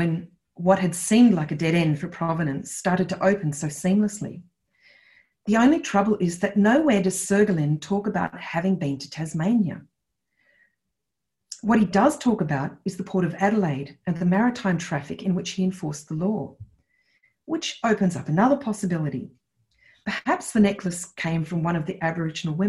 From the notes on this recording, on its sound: This event was held via Zoom on Thursday 15 October, 2020.